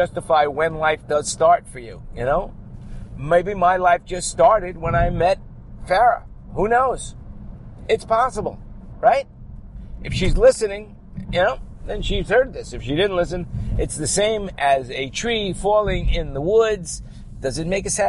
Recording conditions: inside a vehicle